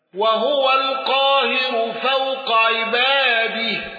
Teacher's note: الأزرق بتدقيق الراء المضمومة، وهو القاهر فوق عباده.